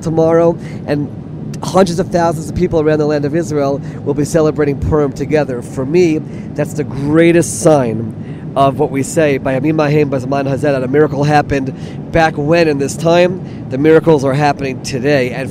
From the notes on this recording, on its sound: in the airport and airplane